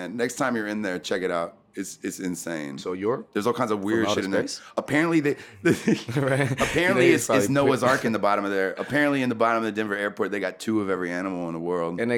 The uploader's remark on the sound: sat down at the Talkhouse Music microphones backstage at the 2015 Pitchfork Music Festival